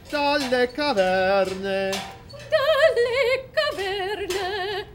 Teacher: Because the V, you're going to the stressed syllable of caverne, and you're doing it by doubling the V.